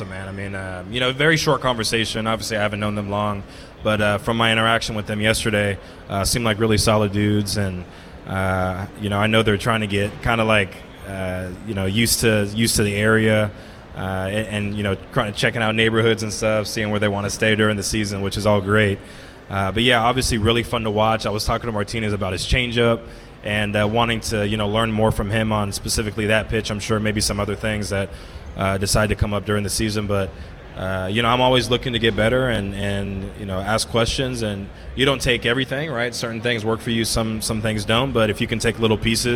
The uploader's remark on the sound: LIVE from Redsfest. (1410 WING AM ESPN Radio in Dayton).